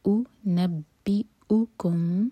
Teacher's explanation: اؤنبئکم، M T میم کے بعد با، اخفاء شفوی. میم پر ہول کریں گے پھر با پڑھیں گے